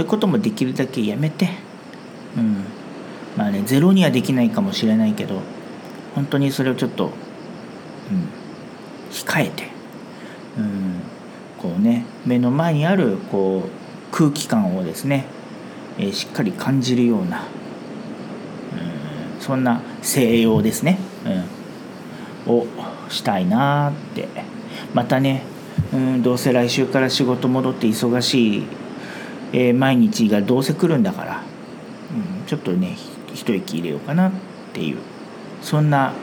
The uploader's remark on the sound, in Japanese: 台湾最南部のリゾート地 墾丁に休暇で訪れました。雑音のように聞こえる音は波の音なんです。